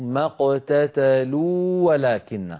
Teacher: ما اقتتلوا آخرها واو، ولكن هذه الواو مدية. ولكن أولها واو، فالتقى في النطق واوان. لكننا لا ندغم الواو الأولى في الثانية.